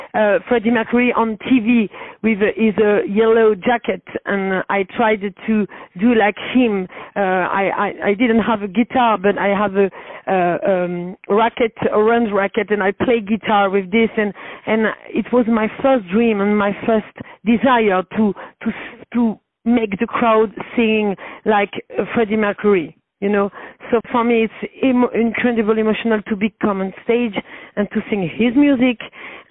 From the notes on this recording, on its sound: On the phone